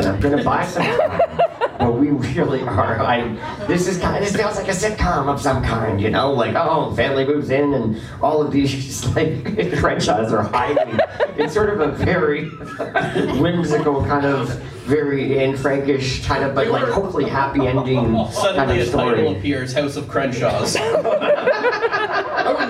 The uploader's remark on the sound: We’re live from Toronto Comic Con!